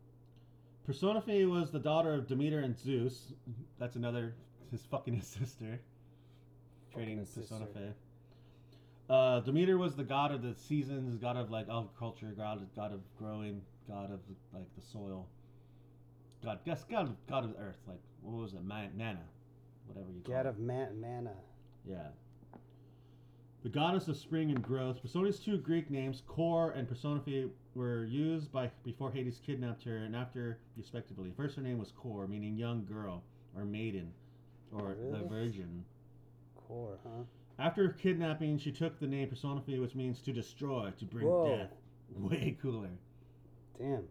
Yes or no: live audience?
no